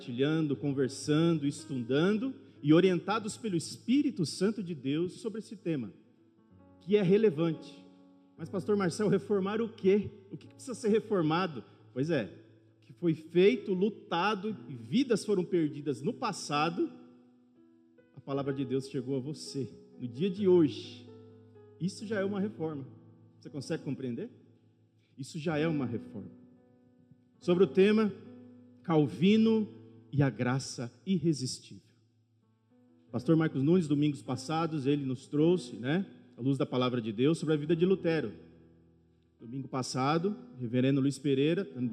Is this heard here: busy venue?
no